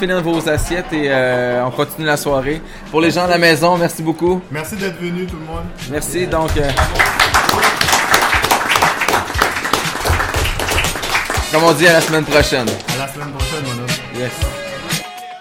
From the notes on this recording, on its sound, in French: Voici l'épisode enregistrer avec publiquenbsp; au 3 Brasseurs pour la première fois.